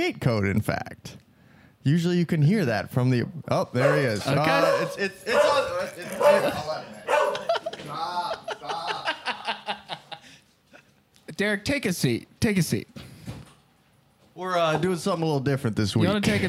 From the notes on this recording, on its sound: LIVE FROM THE GROCERY STORE! Recording in the Thai Town Ralphs.